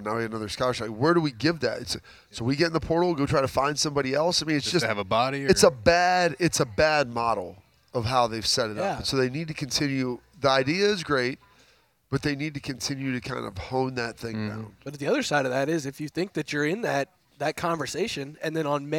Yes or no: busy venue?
yes